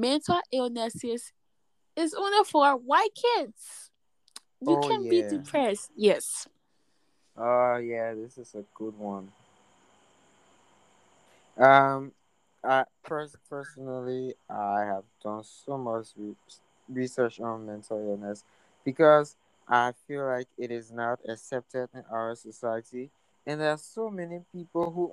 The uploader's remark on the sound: The noises in the background is a living proof that I live in a Liberian home. You can’t avoid the noise!